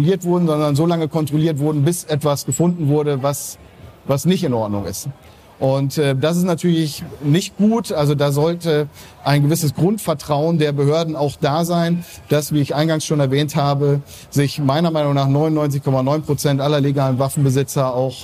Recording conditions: busy venue